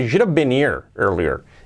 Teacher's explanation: Si lo hacemos rápido, unido, pues la H de here, la omitimos